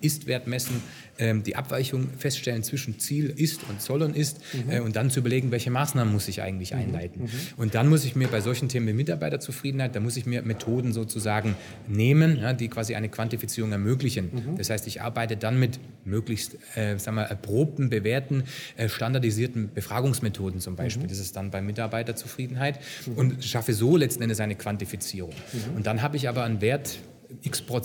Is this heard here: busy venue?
yes